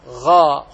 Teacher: الغين أخرجه من أدنى الحلق فقل غاء، ولا تجعله غير ذلك.